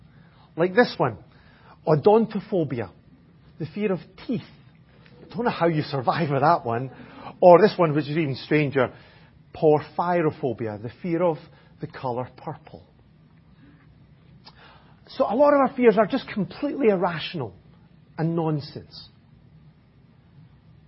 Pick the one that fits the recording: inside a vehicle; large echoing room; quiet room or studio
large echoing room